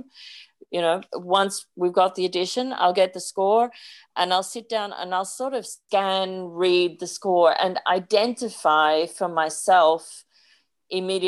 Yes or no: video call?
yes